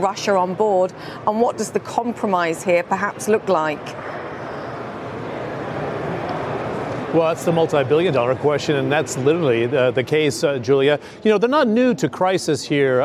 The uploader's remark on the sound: live from The New York Stock Exchange